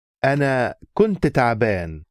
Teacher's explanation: And notice how between kunt, I was, which ends in two consonants, nt, and taben, which starts with a consonant t, that naturally you have to have a helping vowel in the middle, otherwise you get these three consonants together, which Arabic hates.